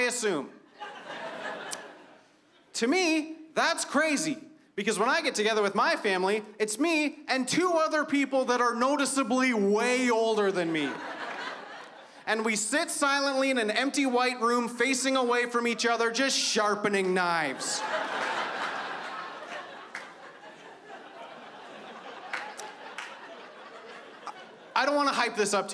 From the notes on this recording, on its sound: stand up from the Just For Laughs Festival in 2015